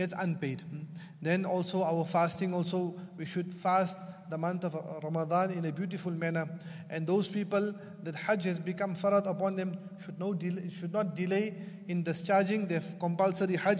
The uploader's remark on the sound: at the Houghton Masjid (West Street)